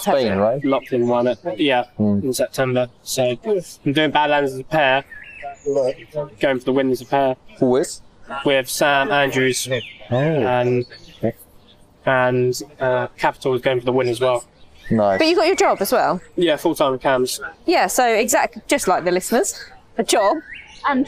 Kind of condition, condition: setting, busy venue